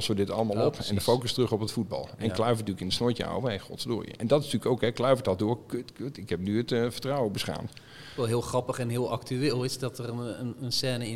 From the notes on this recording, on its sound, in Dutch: Dat alles doen we live vanuit Bibliotheek Neude in hartje Utrecht.